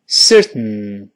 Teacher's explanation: 舌头贴在上方不动，没有说腾，没有往外喷射，是舌头贴住上方